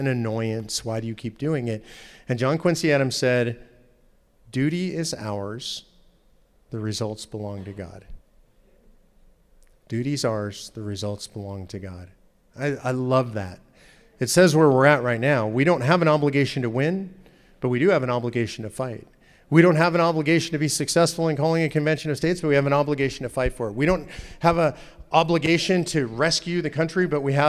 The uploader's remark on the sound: In part 2 of his talk at Living Stones Church in Indiana